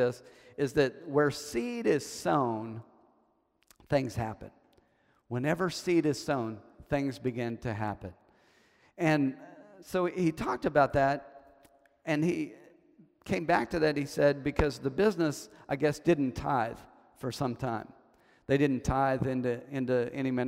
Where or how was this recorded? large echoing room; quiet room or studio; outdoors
large echoing room